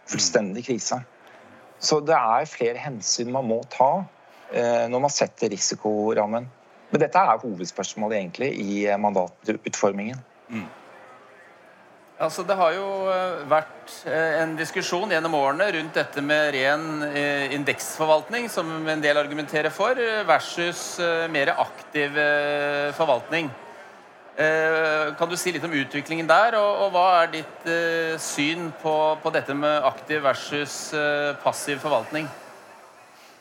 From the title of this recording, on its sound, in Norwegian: LIVE på ONS 2022